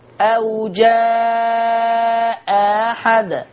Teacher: الهمزة المسهلة حرف فرعي ليس بهاء